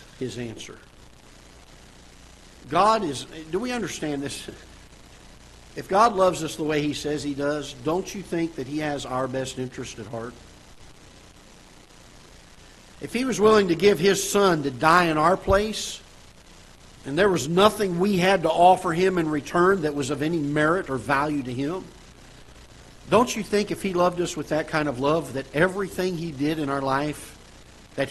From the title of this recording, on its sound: Ketha Heights Baptist Church ~ Live Broadcast